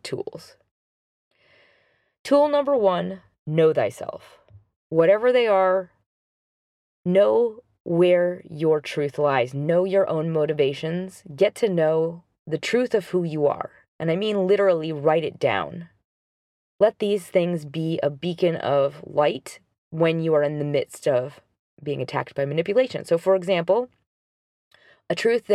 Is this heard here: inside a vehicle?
yes